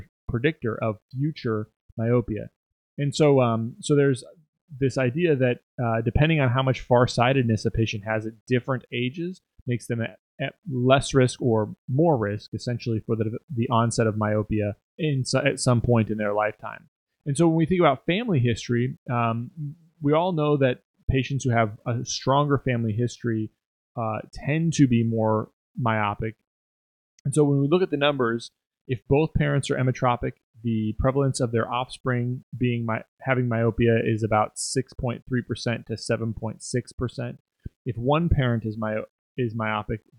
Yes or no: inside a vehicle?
no